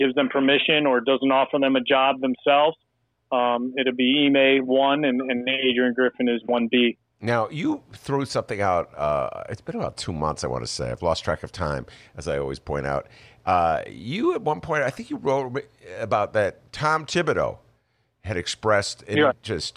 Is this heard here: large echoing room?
no